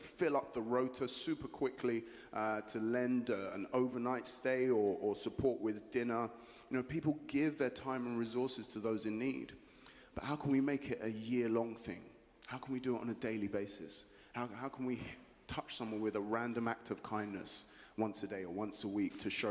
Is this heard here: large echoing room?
yes